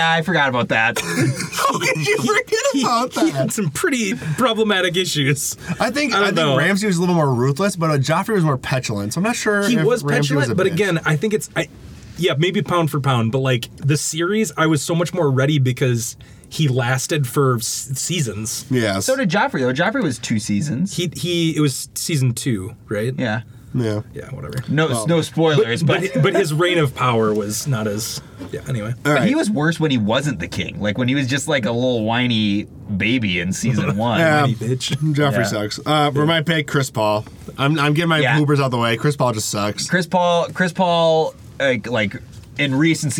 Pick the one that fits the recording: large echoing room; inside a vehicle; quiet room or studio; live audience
inside a vehicle